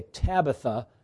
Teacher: We would probably say Tabitha because we're accustomed to the pronunciation in English with the accent on the first syllable